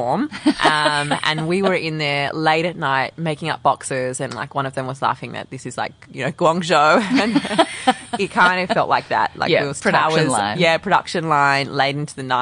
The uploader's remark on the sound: Since the sun was shining on this beautiful day we recorded outside so the birds provide some beautiful ambiance but you’ll have to excuse an airplane or two!